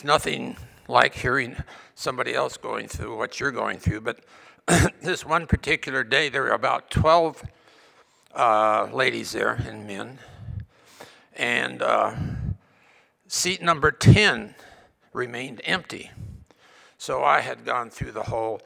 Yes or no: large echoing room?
yes